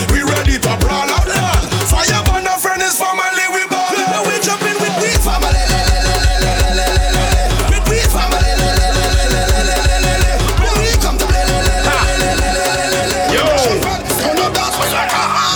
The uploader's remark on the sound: LIVE AUDIO. A recording of my set at Island Saturdays.